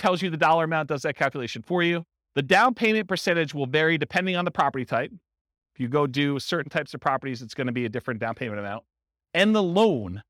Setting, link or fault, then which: setting, live audience